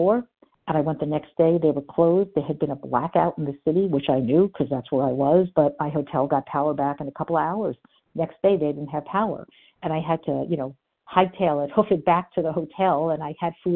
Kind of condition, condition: link, phone line